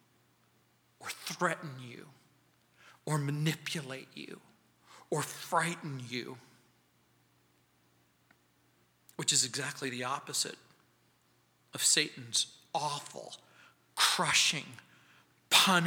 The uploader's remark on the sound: On Sunday Mornings. At Calvary South Denver in Littleton CO.